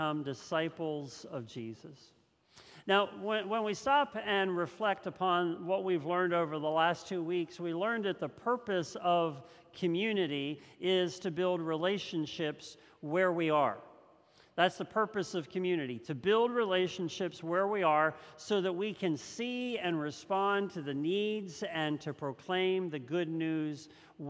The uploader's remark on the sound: This message was first preached on November 21st 2021 at Linglestown Life Church in Harrisburg PA.